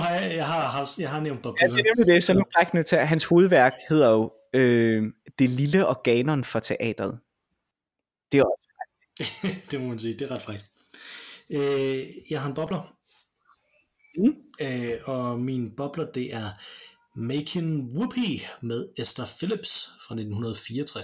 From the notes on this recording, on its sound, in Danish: Vi havde lidt problemer med lyden denne gang